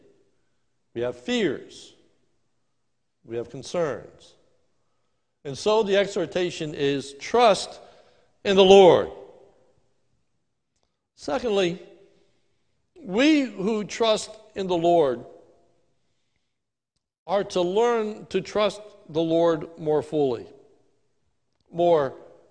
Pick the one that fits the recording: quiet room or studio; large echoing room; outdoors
large echoing room